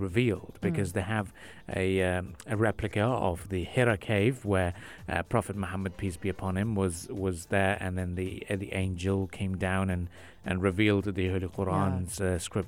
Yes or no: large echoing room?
no